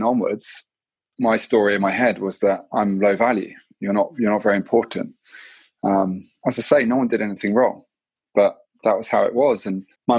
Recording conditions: video call